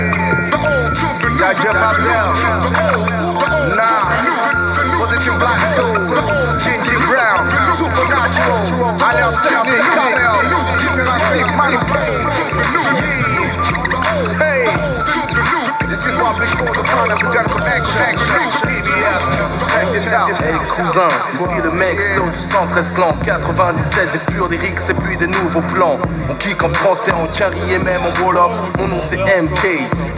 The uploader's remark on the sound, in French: Réalisé en direct au Marché Off Place Grimmeissein. À l'occasion de l'émission en collaboration entre Radio en Construction (Artefact) et Radio RBS.